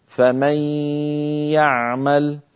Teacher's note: هنا أدغمنا النون في الياء فتحول جزءها اللساني إلى ياء، أما جزء النون الخيشومي وهو الغنة بقي موجودا، بل طولناه ومططناه حتى صار طويلا غنة كاملة